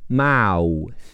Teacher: 咬舌音只出气不出声是 t h 组合